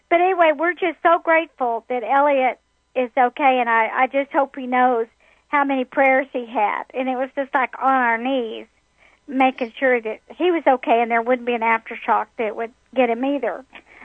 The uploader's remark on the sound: Opening the phone lines to take your questions about your life purpose, relationships, career opportunities and every.